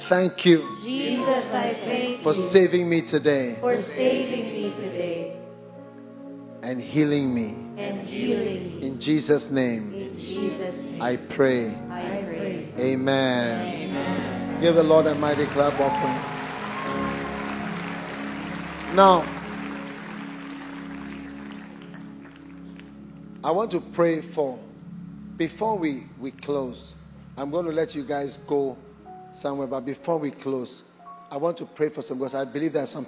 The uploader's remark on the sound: Preached at Light Conference 2023, Cathedral of Praise, Manilla, Philippines.